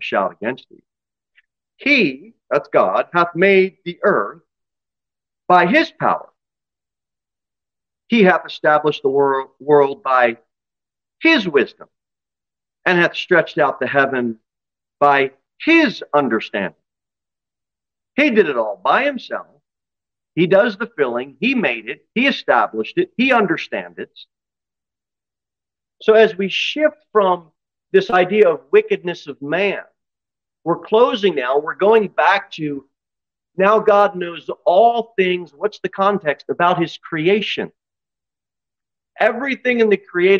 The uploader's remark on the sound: Sermon delivered at Pilgrim Baptist Church on Sunday, June 11, 2023, at 2:15 pm. Jere Whitson Rd.